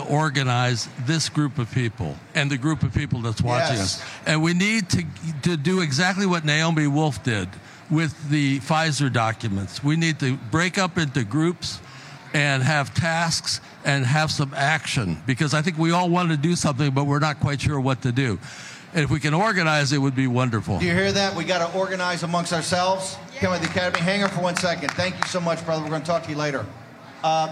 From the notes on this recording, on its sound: Live From CPAC 2024